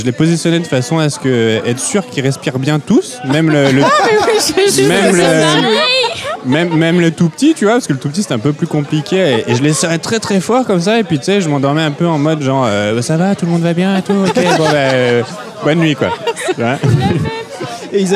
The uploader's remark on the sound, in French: épisode enregistré au 3 pièces cuisine (Paris 17e)